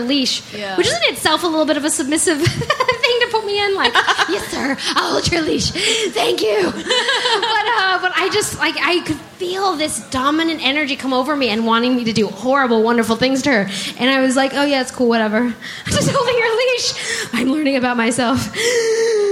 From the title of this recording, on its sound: LIVE in Portland